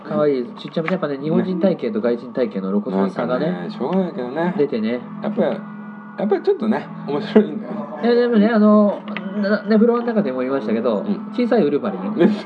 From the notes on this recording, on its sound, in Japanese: 居酒屋にて、記憶が薄くなる前にと感想を収録したんで。いつもより収録の機材も環境も良くないので音質があれですが。